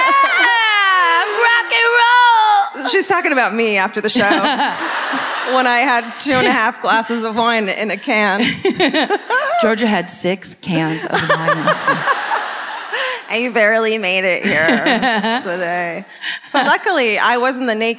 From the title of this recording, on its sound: Live at the Chevalier Theatre in Medford, MA